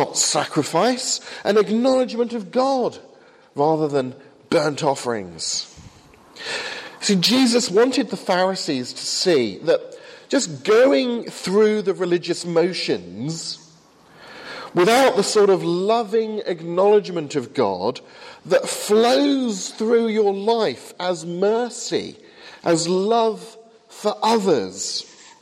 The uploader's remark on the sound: from the 8am service at Highfield Church Southampton, 21st September, 2014.